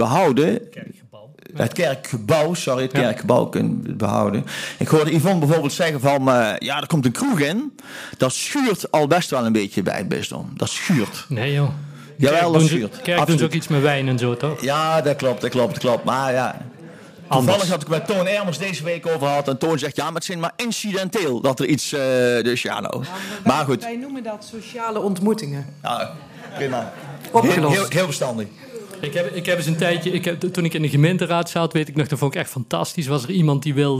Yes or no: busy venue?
yes